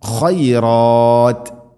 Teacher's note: ഖ തൊണ്ടയുടെ മുഗൾ ഭാഗമാണ് മഖ്റജ്